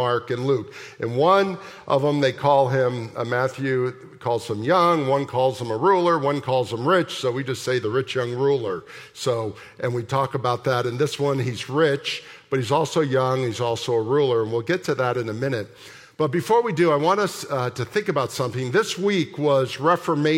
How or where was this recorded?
large echoing room